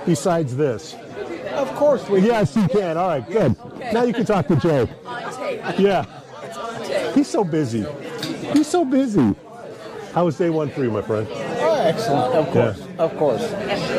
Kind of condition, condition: setting, busy venue